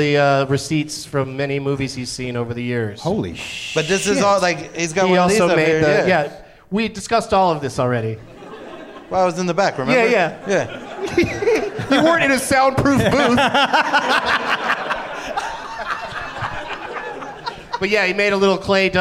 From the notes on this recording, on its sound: Live from Helium Comedy Club in St.